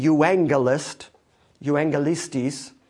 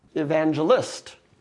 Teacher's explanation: Hard G, euangelist, euangelistis, in the Greek language, became a soft G in our language. And so this word just simply became evangelist.